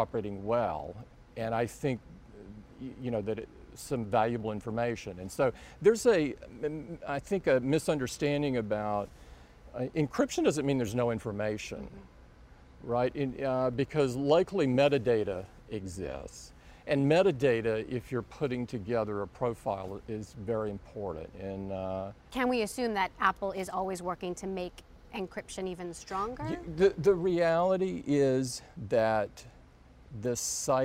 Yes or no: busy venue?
yes